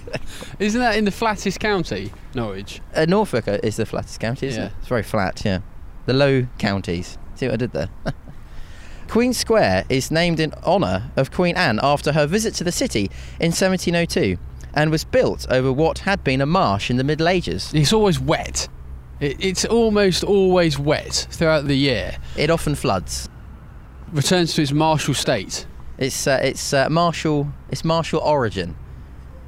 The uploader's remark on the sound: an entertaining walk as they discover the sights and sounds of Bristol